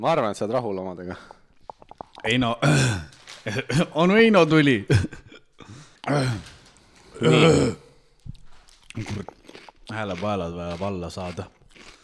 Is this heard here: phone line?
no